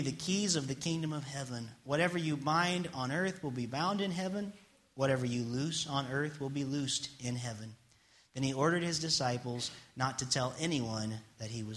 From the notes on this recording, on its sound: It's message I preached on Sunday Morning March 13th, 2016 at First Church of the Nazarene in Springfield Ohio.